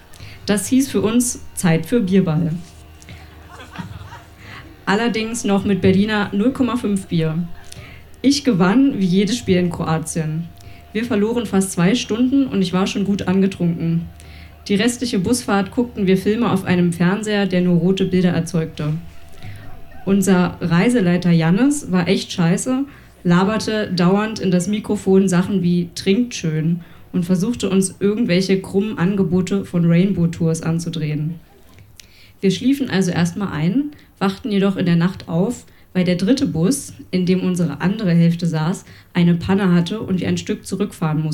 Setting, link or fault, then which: setting, live audience